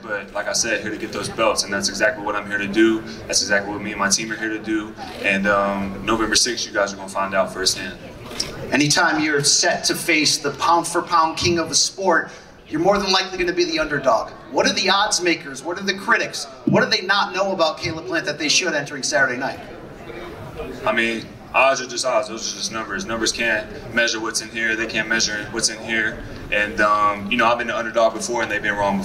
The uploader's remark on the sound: grand arrivals interviews in Las Vegas